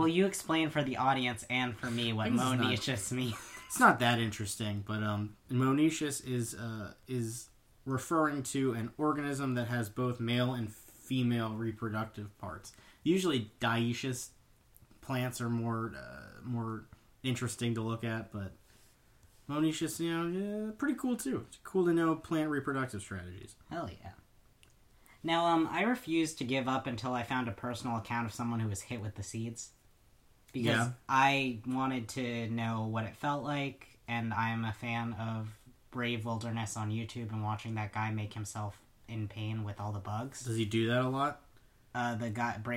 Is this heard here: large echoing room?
no